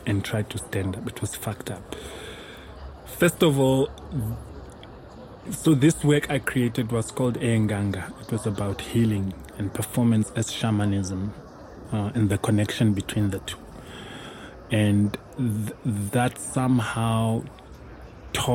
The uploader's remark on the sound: Recorded at Spielart Festival, 2019, Munich (DE).